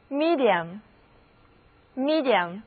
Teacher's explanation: 注意字母 e 的发音是长的 e，而字母组合 iu 的发音是 ear